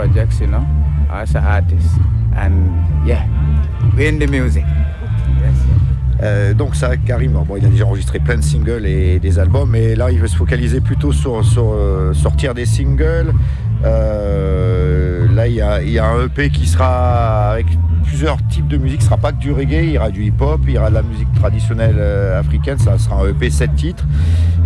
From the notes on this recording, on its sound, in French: Interview réalisée au Festival DubCamp 2023